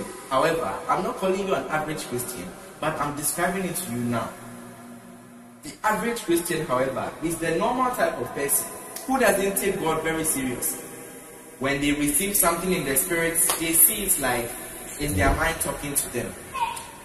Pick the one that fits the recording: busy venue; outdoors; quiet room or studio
busy venue